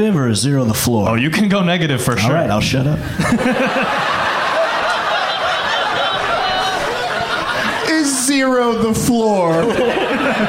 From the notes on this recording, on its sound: Live from the Cap City Comedy Club in Austin